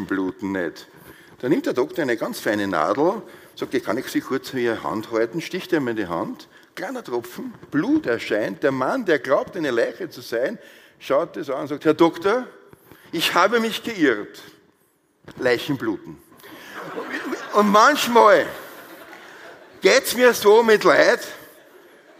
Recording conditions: live audience